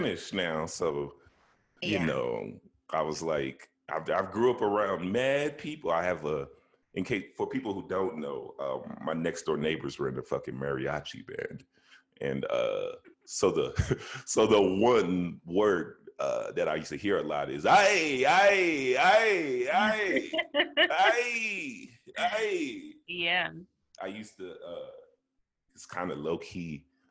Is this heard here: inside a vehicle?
no